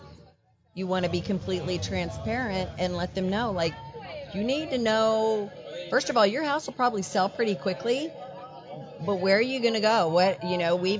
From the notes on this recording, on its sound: our live appearance